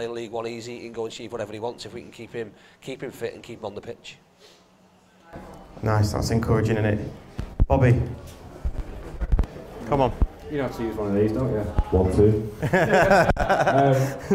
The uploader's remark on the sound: a live podcast, held at The Kings Tap in Cheadle Hulme